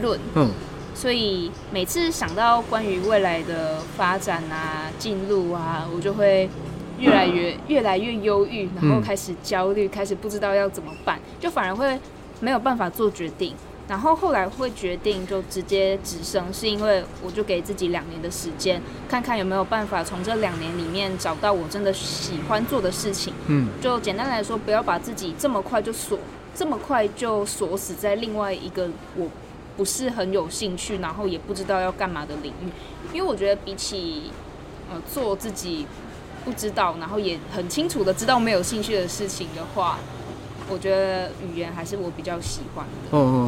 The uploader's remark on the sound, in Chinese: 流落街頭、戶外錄音QQ